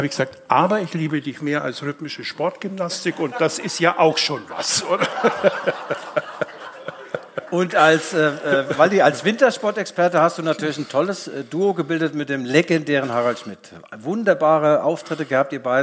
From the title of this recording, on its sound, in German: LIVE in der LVZ Kuppel